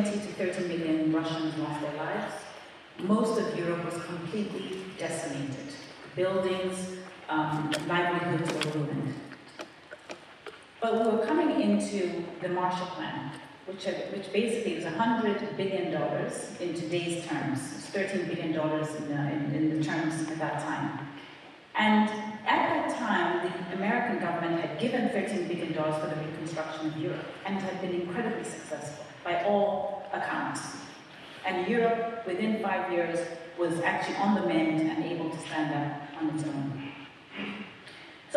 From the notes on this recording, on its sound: In this lecture given at Oxford's Rhodes House.